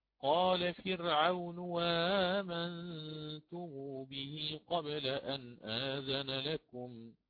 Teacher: آتي بألف بعد الهمز المسهل